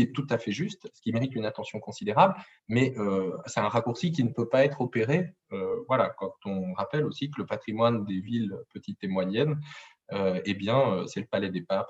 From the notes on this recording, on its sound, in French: Enregistré sur zoom.